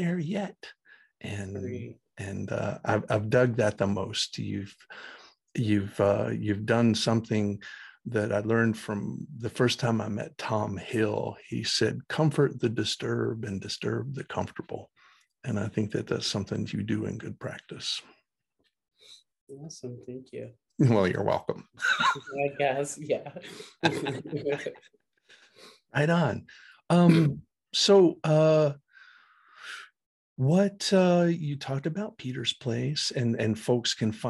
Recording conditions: video call